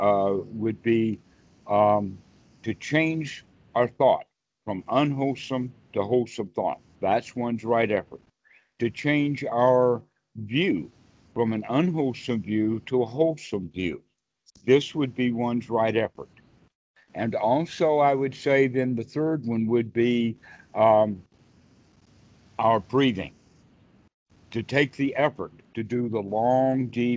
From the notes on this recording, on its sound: skype calls on this channel